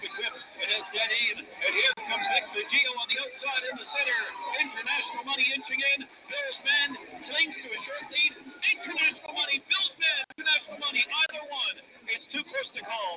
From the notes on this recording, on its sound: live coverage of the 2017 Hambletonian from The Meadowlands Racetrack in East Rutherford, NJ